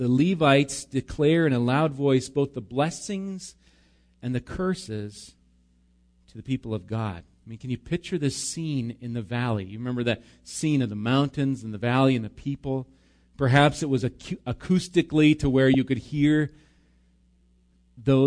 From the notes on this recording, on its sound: Recorded live at Bethany Bible Church on 5/26/19